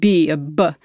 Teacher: that's the lips coming together to block the sound and then release the sound